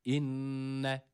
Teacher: Burada şeddeli olan nun tutuluyor biraz. Hemen bırakmıyoruz buradaki nunu. İnne, genizden gelen bir ses.